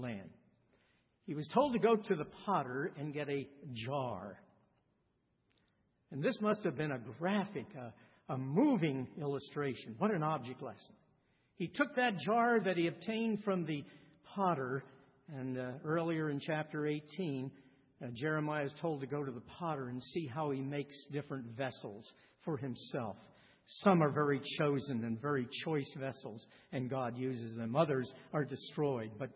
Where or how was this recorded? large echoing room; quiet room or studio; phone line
large echoing room